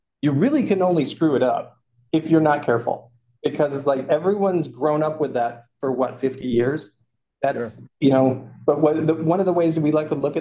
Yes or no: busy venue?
no